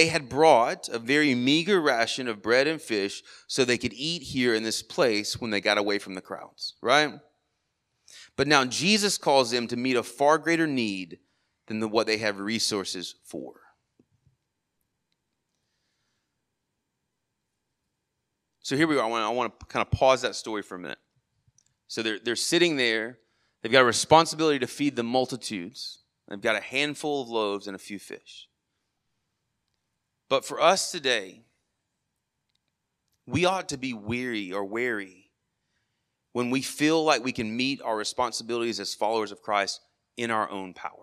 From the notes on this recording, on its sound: Sermon audio from our morning service on 8/6/23